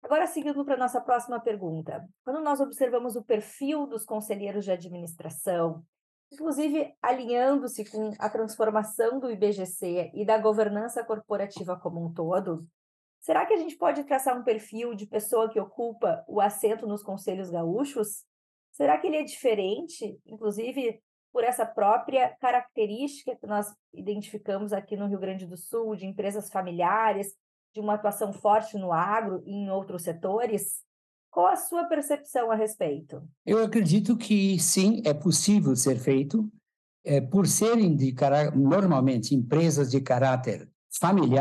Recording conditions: video call